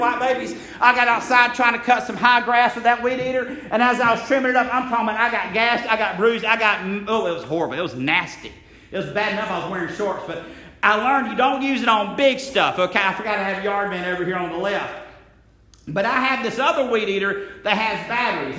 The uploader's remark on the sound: Message originally delivered at Friendship Baptist Church in Metcalf, GA.